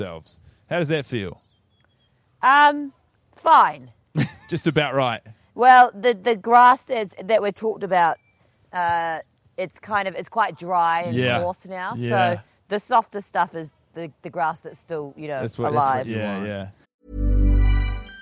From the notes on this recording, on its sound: Welcome back to the podcast mini-series recorded in a tree. Inside of an Auckland park.